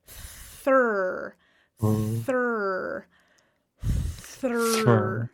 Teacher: My tongue is out a little bit, and there's friction, and I'm pushing air out. But then I have to keep the friction going, but I have to pull my tongue in to that R where the tip is curled.